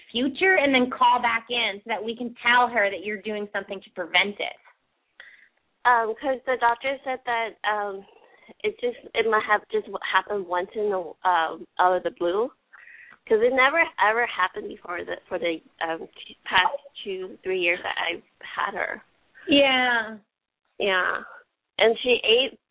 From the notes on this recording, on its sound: open up the lines for listeners to call